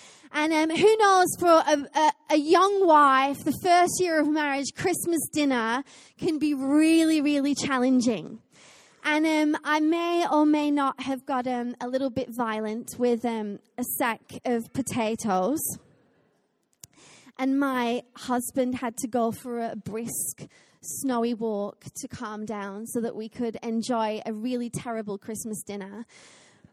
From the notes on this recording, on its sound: Recorded live at Life Church.